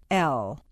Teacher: Air flows around the sides of the tongue. The tongue is very tense. The lips are not rounded. · Term: Lateral